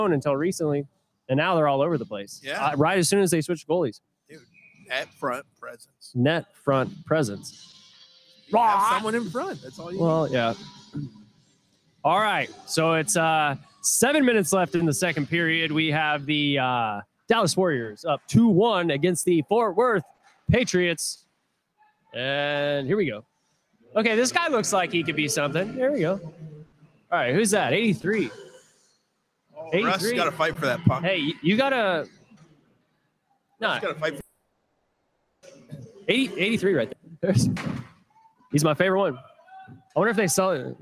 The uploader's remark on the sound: Live from United Heroes League Charity Hockey Game.